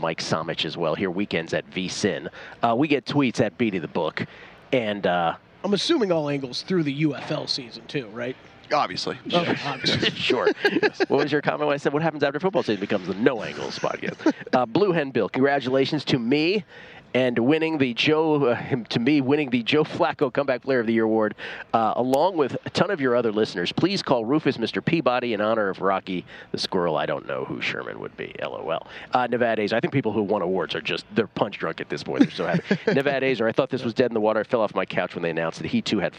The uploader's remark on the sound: broadcasting live from media row